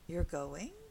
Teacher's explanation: You're going? Is a question, if spoken in a rising tone.